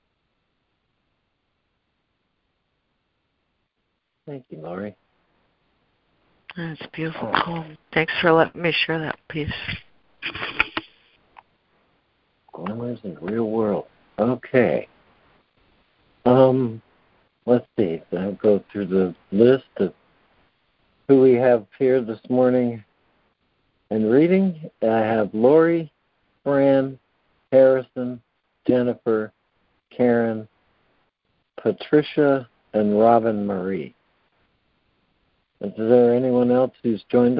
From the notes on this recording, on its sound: ACIM Daily Conference Call